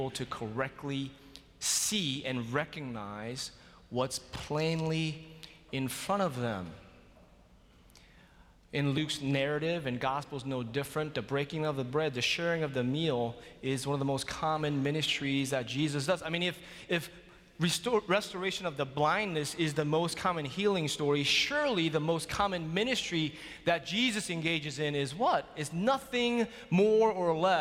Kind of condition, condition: setting, large echoing room